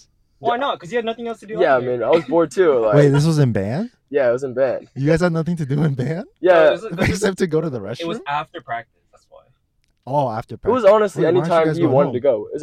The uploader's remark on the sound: We do apologize for the poor audio quality in this episode.